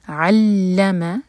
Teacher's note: لام پر شدہ اور عین حلق سے. علم، تینوں لیٹرز لائٹ ہیں.